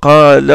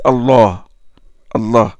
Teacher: Qala, c'est on amincit. Mais Allah, c'est grossi.